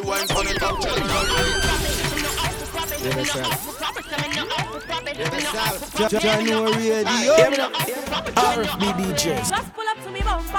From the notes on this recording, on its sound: Live audio recording